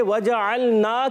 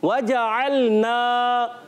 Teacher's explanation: عین کو حمزہ سے نہیں بدلنا، اس چیز کا بہت زیادہ خیال رکھنا ہے · Shown in: second take